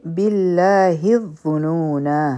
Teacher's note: دی بالله الظنون ها به د ضا سره یو ځای شي ضا غټ حرف دی د دې مخرج ذال په شان دی لیکن دا موږ د ډکې خولې سره وایو